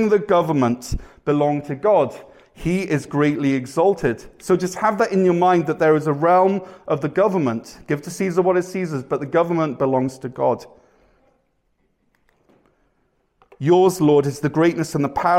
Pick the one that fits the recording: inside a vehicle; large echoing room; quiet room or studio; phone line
large echoing room